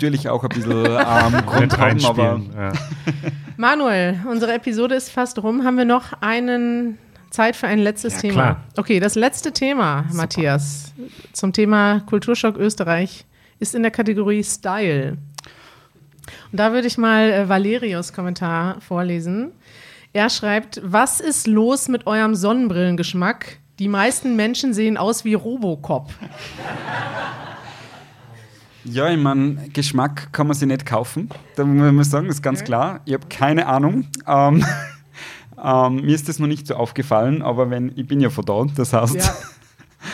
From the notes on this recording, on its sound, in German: Wir sind in Wien und podcasten live vor Publikum.